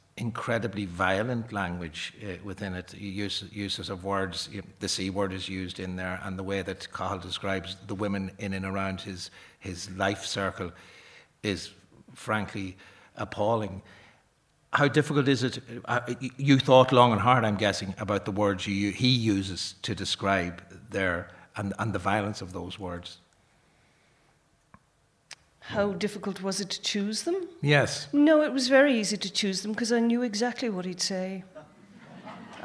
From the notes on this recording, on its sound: Arena Special. Live from the Pavilion Theatre Dun Laoghaire.